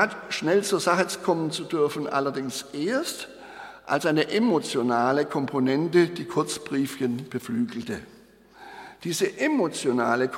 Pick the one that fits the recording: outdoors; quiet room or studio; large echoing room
large echoing room